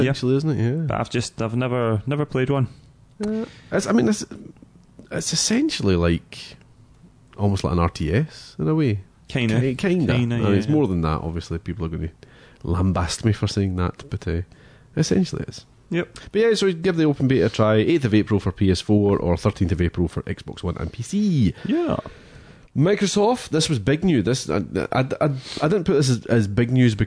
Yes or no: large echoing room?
no